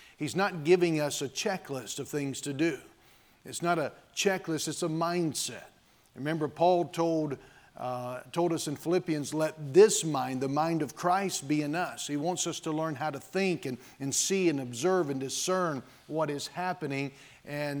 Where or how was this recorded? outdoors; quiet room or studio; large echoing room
large echoing room